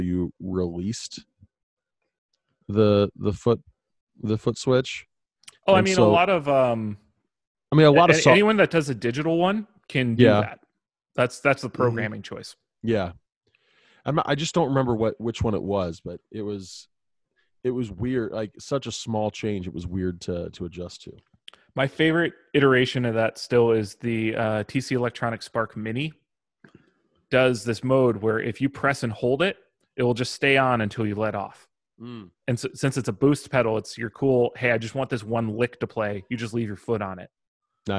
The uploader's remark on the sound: We be zooming